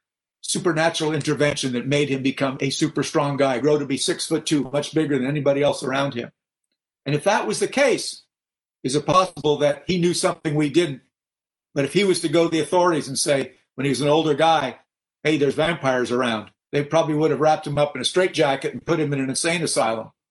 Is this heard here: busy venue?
no